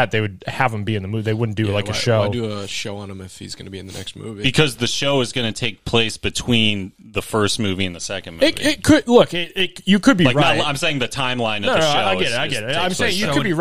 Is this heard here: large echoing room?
no